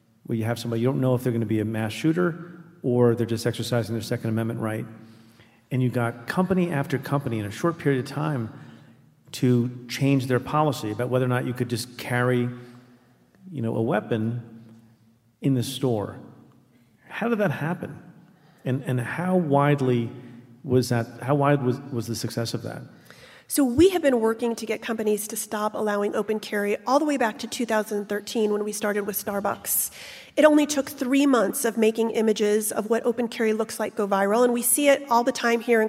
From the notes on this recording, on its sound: Stay Tuned Unplugged: Live Tour 2019. Denver. Minneapolis. Detroit.